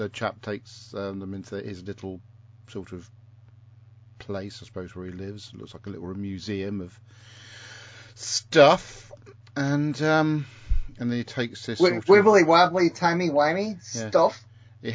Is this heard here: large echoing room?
no